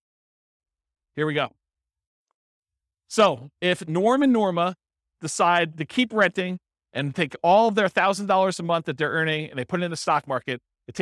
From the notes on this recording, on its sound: This was a live class recorded